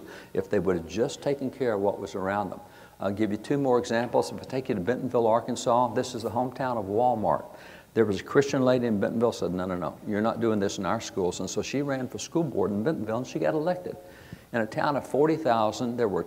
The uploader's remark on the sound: At the 2022 Convention of States Reclaiming Liberty Summit